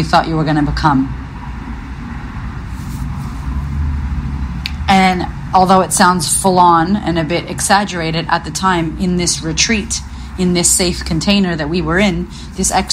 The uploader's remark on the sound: I was listening back through my old voice memos on my phone, and I found this one